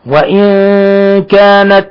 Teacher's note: نون ساكنة جاء بعدها الكاف، الحكم التجويدي إخفاء حقيقي